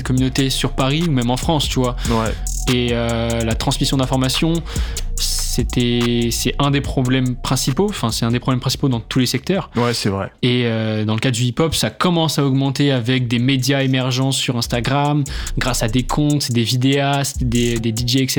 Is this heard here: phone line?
yes